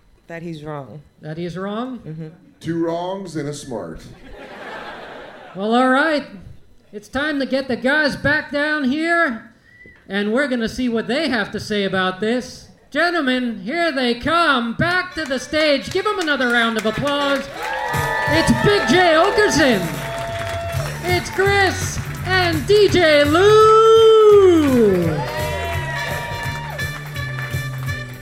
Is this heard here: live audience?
yes